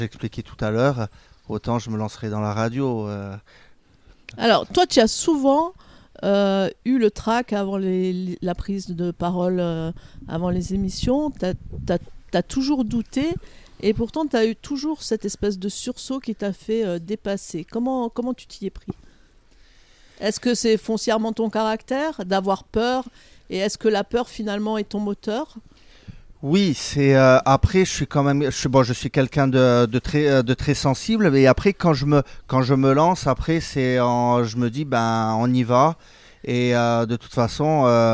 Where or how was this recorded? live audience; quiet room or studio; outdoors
outdoors